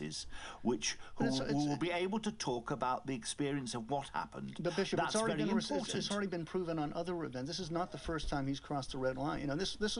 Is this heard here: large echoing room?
no